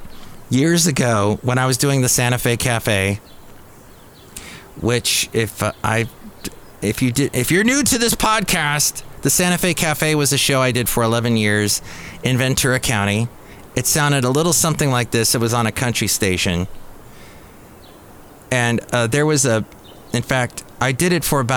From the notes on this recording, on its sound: podcasts live from Café Anyway